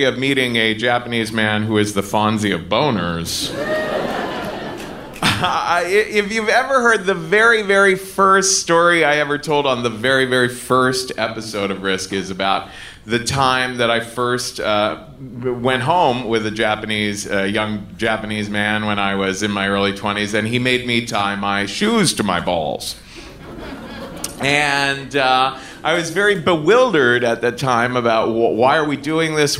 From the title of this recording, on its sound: Live From Seattle